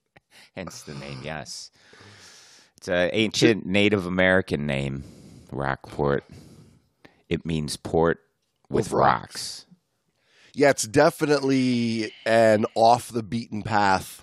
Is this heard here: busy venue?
no